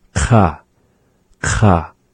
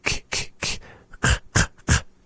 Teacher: kha is resembling that of a K sound, except again pronounced more backward in the mouth · Shown in: first take · Kha, kha. · Term: back sounds